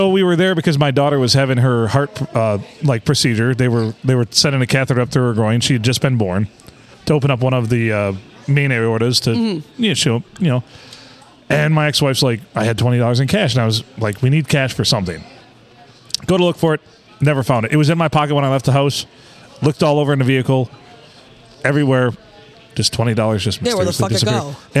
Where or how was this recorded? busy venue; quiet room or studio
busy venue